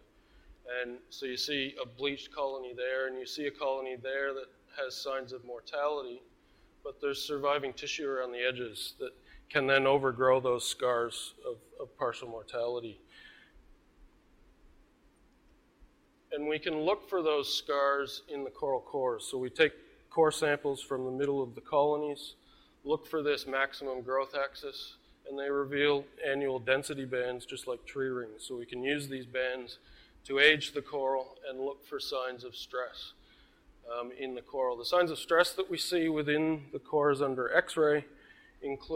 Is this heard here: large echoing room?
yes